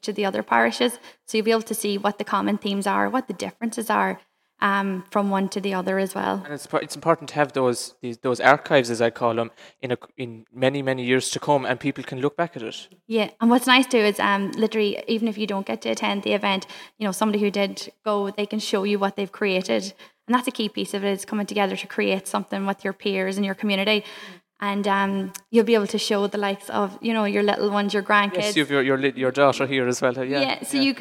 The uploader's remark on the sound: LIVE FROM Quin Community Centre